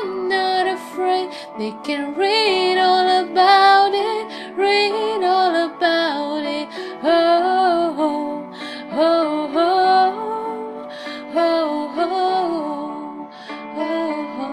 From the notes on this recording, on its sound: recorded by voice memo iphone as usual